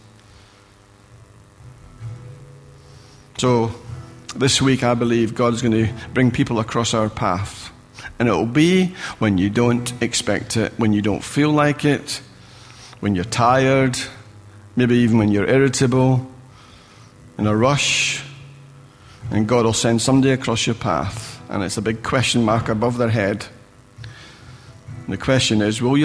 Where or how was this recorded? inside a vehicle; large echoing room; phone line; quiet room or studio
large echoing room